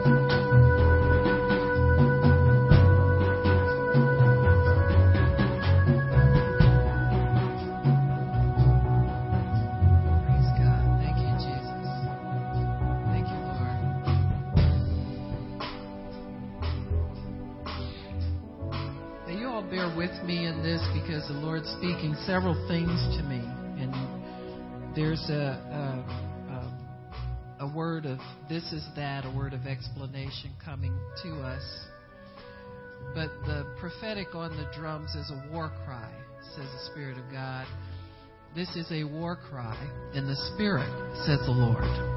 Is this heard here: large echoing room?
yes